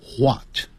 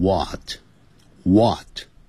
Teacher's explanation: 现在我们教的是美式英语或加拿大英语，念成 what, what,那个 h 的音就不见了 · Shown in: second take